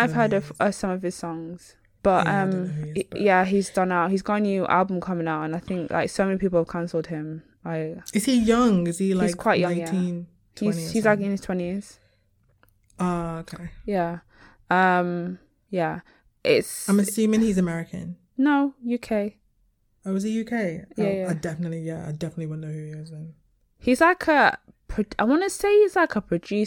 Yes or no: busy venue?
no